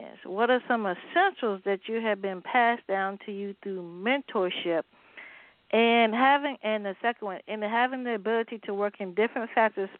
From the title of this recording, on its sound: A Chat in the Garden